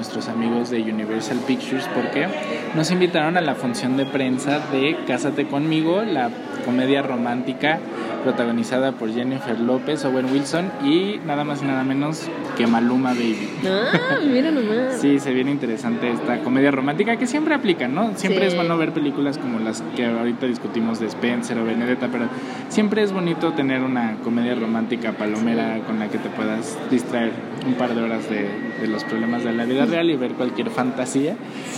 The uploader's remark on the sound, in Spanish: grabado en un café